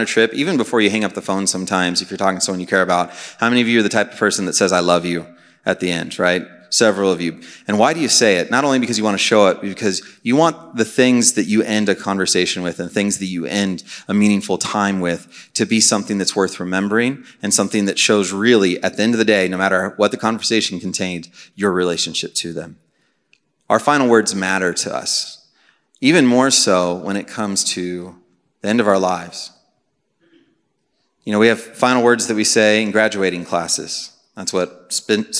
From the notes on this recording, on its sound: Message preached on May 11, 2023 at a Thursday Night Gathering of Coram Deo College Ministry.